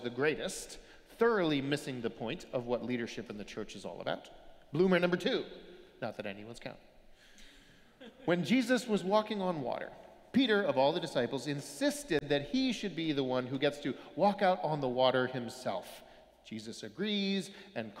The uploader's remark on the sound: Sermons from Old South Church in Boston